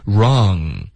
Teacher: 要注意 ra 开头的 r 不要带任何鼻音